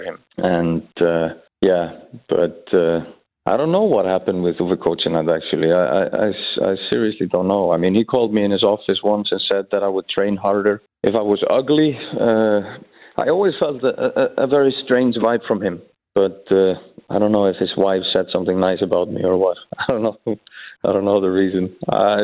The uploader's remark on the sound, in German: Er packt am Telefon